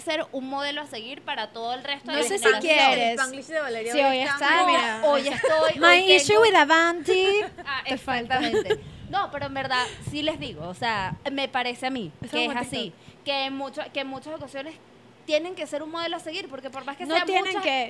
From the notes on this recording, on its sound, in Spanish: Grabado en Vía Lattea, en Caracas.